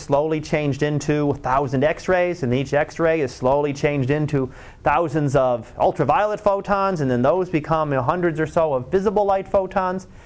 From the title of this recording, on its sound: Live Class Lecture